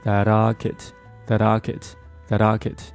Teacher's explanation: 他们两个在连读的时候，我们听到的只有一个 flap t 的一个声音，这个 l 的声音呢几乎就会被这个 flap t 的声音给它覆盖掉。首先呢，他们两个的发音的位置是一样的，你像我们在发这个 flap t 的时候，我们的舌尖是在我们的上牙膛的这个位置轻轻一点，然后迅速离开。那么 l 的音呢在发的比较快的时候，其实动作是完全一致的，所以说当 t 和 l 连在一起的时候，你可以把它简单的处理成一个 flap t， that locket that locket